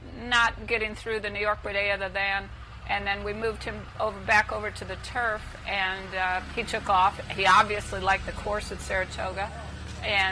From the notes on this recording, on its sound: live from Saratoga Race Course